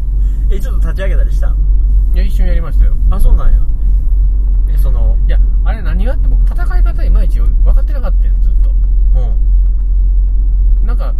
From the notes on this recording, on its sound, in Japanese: ラーメン屋に行く道中に収録しました。